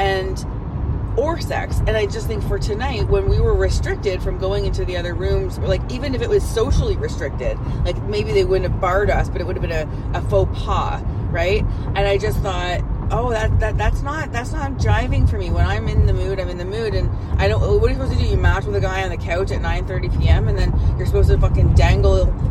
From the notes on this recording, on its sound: Chatting in the car leaving X Club sex club for the first time. Natural girl talk in the car leaving a new sex club (nightclub style).